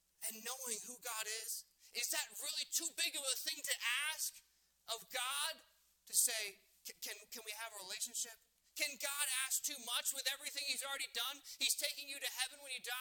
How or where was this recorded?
large echoing room